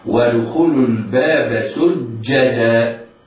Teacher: ينطق الجيم حرف شديد ينحبس النفس والصوت في المخرج عند النطق، ينحبس النفس عند النطق هكذا، ودخول الباب سجدا.